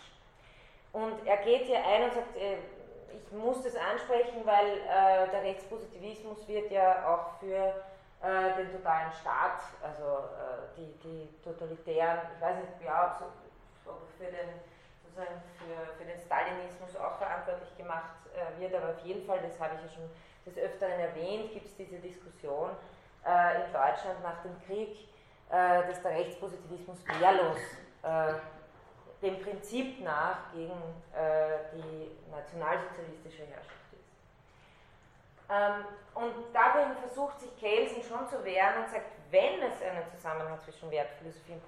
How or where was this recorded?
large echoing room